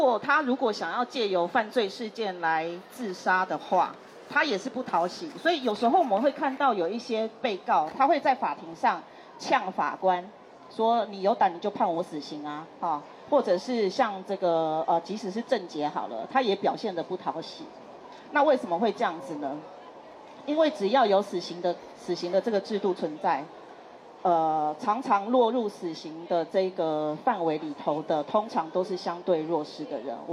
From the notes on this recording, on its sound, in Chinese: 錄製地點：2024台北國際書展讀字公民攤位讀字沙龍